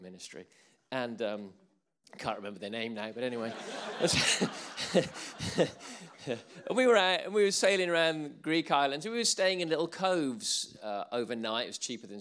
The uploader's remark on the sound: Recordings from sessions at the ChristCentral Leadership Weekend 2018